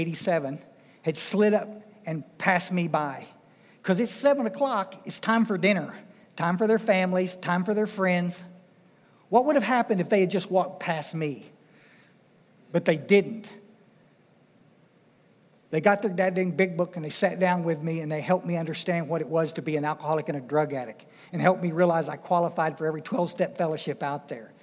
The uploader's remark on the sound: speaking at the DAA State Conference in FL.